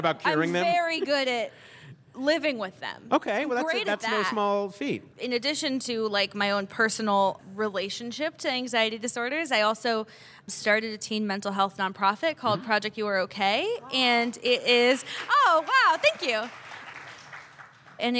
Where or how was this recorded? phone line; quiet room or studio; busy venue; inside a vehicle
busy venue